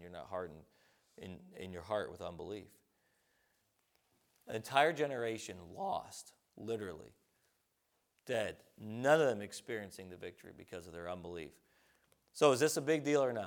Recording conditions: large echoing room